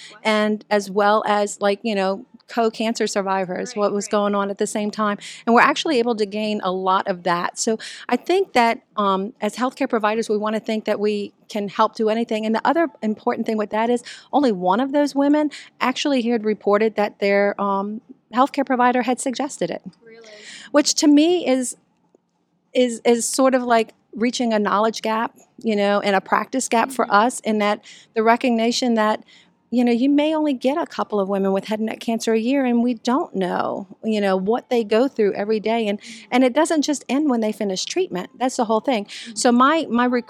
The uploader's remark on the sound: Live podcast from the 2023 Oncology Nursing Society (ONS) Congress.